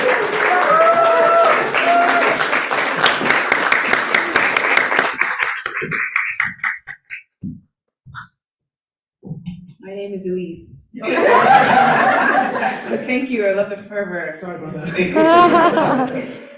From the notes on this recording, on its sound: Brooklyn Poets Yawp open mic